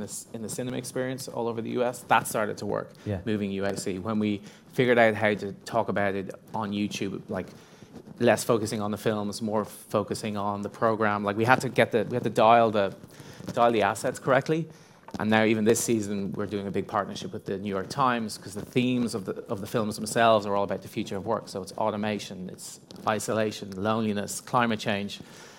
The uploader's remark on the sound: This episode was recorded live at the European Sponsorship Association event. This episode was recorded live at the European Sponsorship Association event.